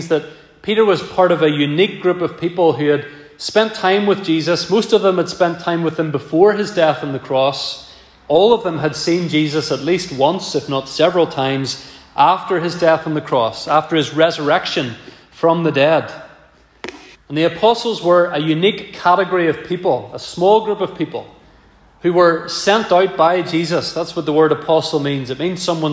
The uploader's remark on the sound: This message was preached at our first Autumn Guest Service of 2023.